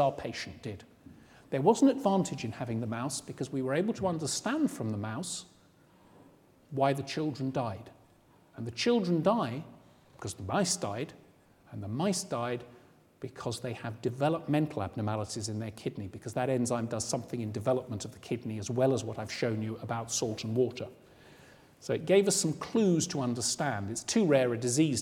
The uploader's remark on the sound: Recorded on 5 November 2009 in the Anatomy Lecture Theatre at the University of Edinburgh. The second in a series of public lectures.